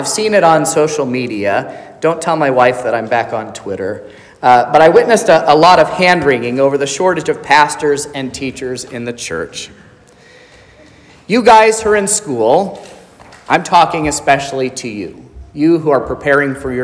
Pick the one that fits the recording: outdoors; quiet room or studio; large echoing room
large echoing room